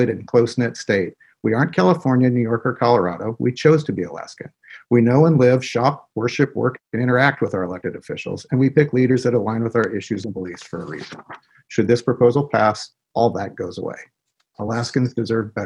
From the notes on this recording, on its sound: Tuesday, October 14th, 2020 via Zoom by Alaska Common Ground.